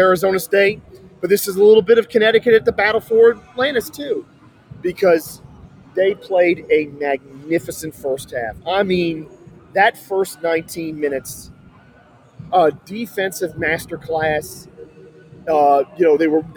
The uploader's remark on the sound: VCU loses their first round game in the ESPN Events Invitational. Recorded live from the arena after the game.